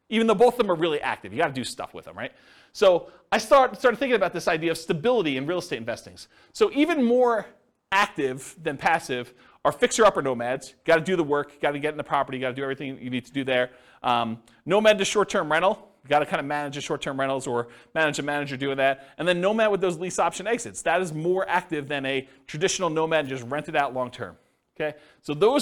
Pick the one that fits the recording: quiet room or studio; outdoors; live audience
live audience